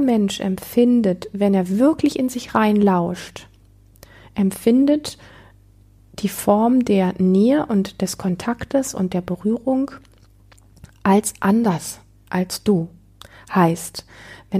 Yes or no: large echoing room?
no